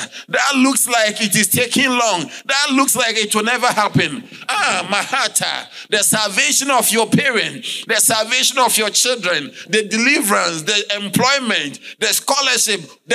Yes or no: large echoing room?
yes